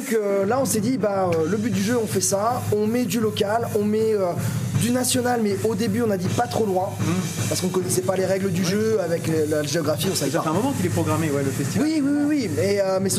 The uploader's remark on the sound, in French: L'EntrePod se balade au Drakk fest